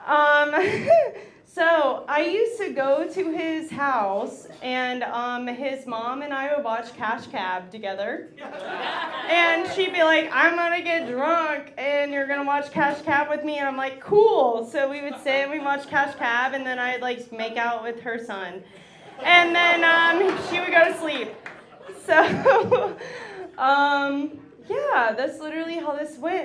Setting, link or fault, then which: setting, live audience